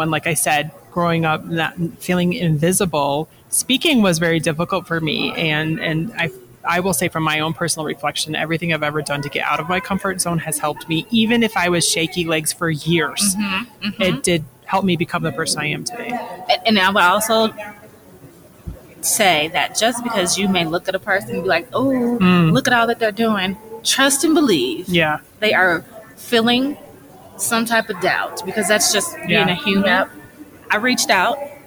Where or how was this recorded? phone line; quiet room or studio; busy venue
busy venue